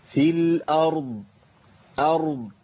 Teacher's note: الضاد عندي تنتهي والراء تفخم، تنتهي الضاد بدون قلقله، ما اقولش الارض، وده خطا برضو منتشر.